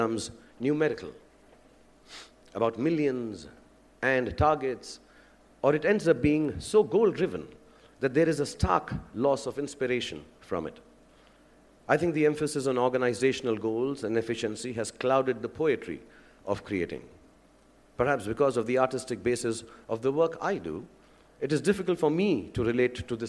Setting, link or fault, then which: setting, live audience